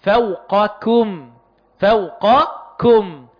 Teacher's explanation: والقاف أقصى اللسان فوق ثم الكاف أسفل، أي من أسفل مخرج القاف. · Term: حرفان لهويان